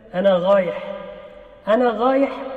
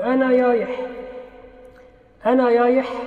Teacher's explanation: نجد أن بعض الناس ينطق حرف الراء ينطقه غينا أو ياء · Term: اللثغة الظاهرة